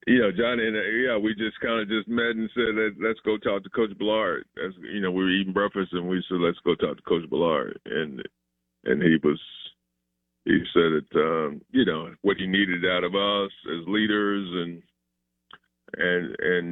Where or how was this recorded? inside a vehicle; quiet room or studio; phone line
phone line